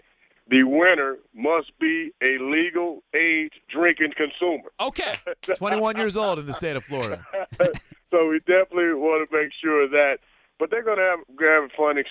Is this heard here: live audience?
no